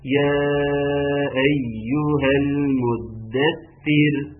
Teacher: يا أيها مد متصل يمد مقدار أربع حركات